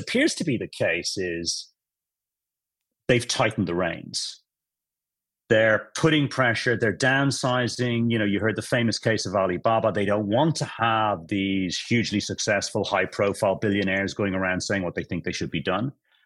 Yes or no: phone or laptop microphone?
no